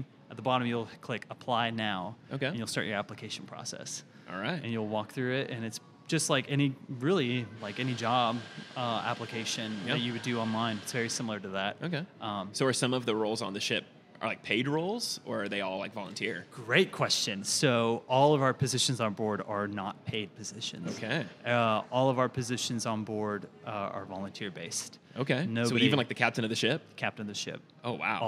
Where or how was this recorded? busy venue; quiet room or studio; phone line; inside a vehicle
busy venue